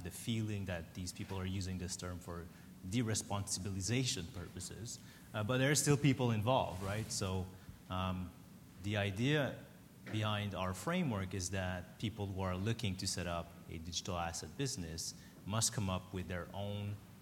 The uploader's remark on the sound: In this podcast, from New York's Crypto Evolved conference